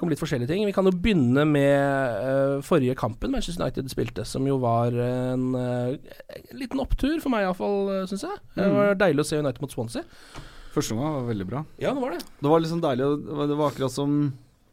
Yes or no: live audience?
no